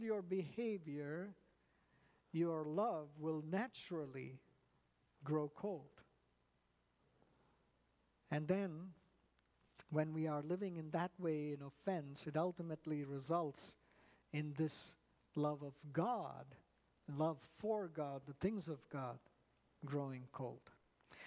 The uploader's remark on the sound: At New Life Fellowship Church, Concord, NC.